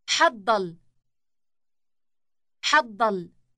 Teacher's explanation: Note the elongated D sound in the middle.